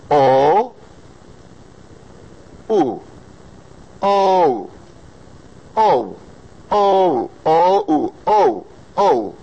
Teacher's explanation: O doesn't have to be a diphthong, but we usually say it that way in English